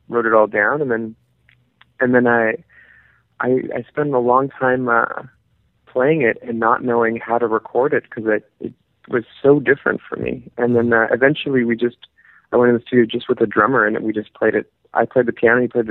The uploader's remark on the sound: in this phone call